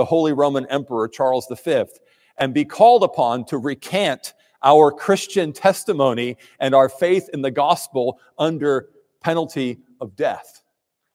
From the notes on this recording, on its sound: preached at Trinity Presbyterian Church in Crofton, MD.